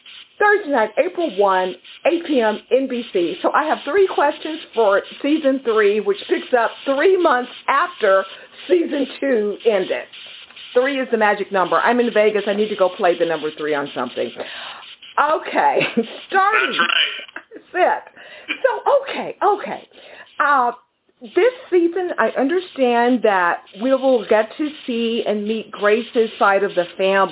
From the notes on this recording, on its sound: phoned in directly from Rome earlier this week